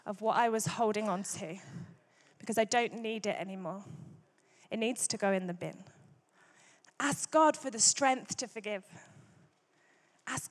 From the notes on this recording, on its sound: Recorded Live at Life Church Lancashire on Sunday 21st January 2024